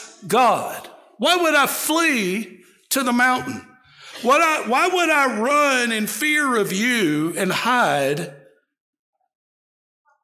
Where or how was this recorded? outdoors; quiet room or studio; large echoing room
large echoing room